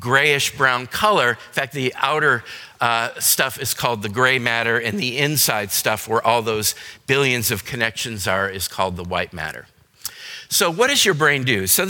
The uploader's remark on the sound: Today's podcast is a session recorded from our Alzheimer's and Dementia seminar held here at McGregor Baptist Church on February 19, 2022.